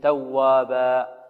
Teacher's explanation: كلمة توابا هذه منون منصوب، نقف عليه ماذا؟ بالألف مقدار حركتين